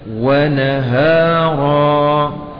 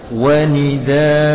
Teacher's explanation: Satu tanda tanwinnya dihilangkan dan menggantinya dengan alif. Fathah dibaca panjang 2 harakat dan dinamakan dengan mad iwab. Mad iwab. Jadi mad bacaan panjang sebagai pengganti dari tanwin.